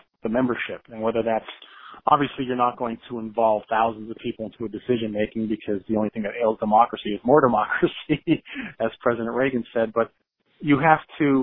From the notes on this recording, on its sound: I spoke over the phone